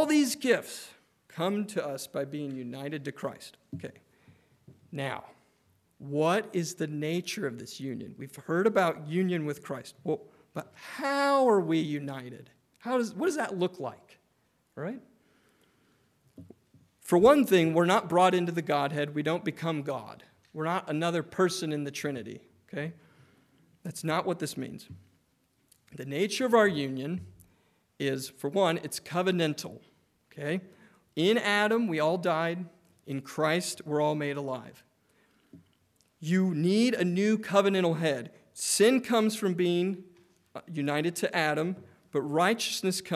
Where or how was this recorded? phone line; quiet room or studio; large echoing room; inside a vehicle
large echoing room